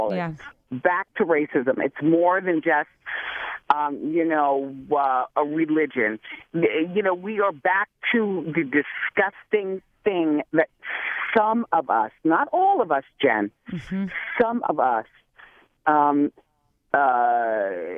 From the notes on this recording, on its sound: called in to Just …